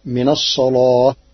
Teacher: قرأ ورش كلمة الصلاة بتغليظ اللام لوجود الصاد قبلها فتصير من الصلاة.